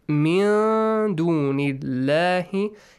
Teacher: Allah, the letter lam is pronounced lightly. Because of the kasra. Because there's a kasra before.